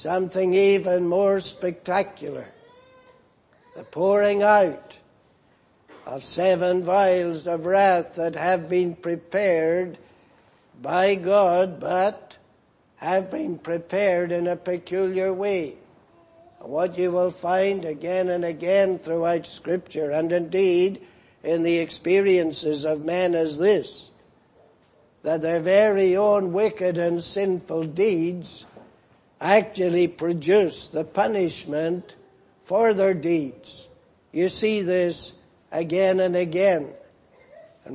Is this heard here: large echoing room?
yes